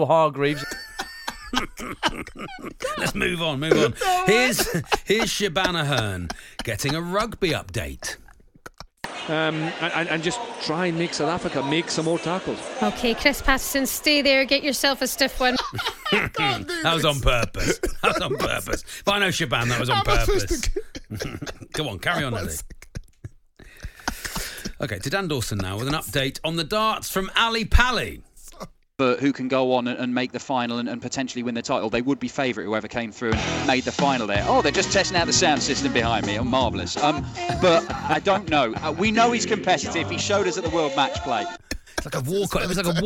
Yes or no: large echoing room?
no